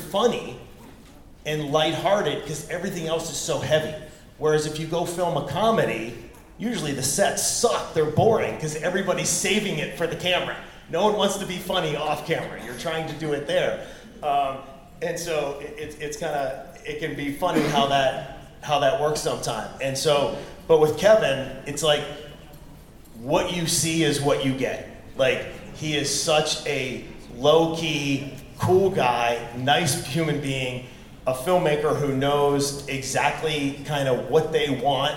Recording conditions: busy venue